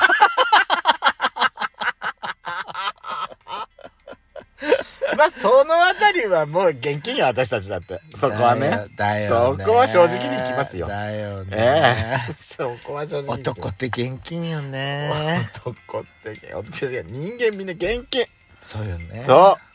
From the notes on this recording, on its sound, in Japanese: 2人組。パーキング収録。